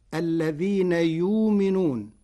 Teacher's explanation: قرأ ورش كلمة يؤمنون بإبدال الهمزة واوا ساكنة فتصير الذين يؤمنون.